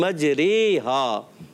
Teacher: अलिफ को या की तरफ माइल करके पढ़ना, ज़बर को ज़ेर की तरफ माइल करके पढ़ना · Term: इमाला